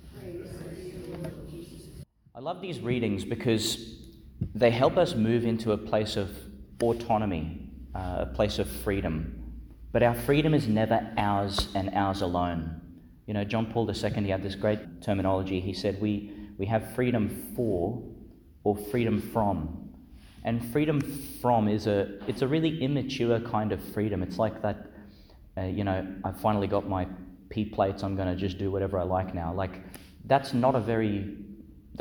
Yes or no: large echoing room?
yes